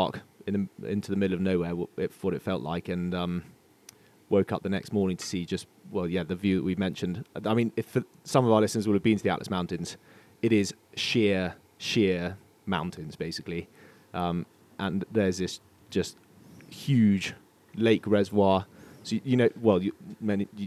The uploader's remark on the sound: A "work trip" to the Atlas Mountains. We bring you a podcast they recorded on the balcony of a 5* hotel in the burning North African sun.